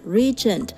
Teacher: regent 地区，R E G I ON，以及摄政 regent 就是历经酒店那个字 G E NT，这个时候它就会变成 J 的发音。好，那今天我们来稍微讲一下这个背后的道理。Reg 这个字的发音原来是 G，啊，那刚刚我们讲到像 Regent， Regent 这样子的单字就变成了 J 的发音了。这其实是受到后面母音的发音位置为了要跟前面的母婴发音的位置妥协，所以原来后面 g 在喉咙的这个 g 的发音就被拉到中间来发成 j 的音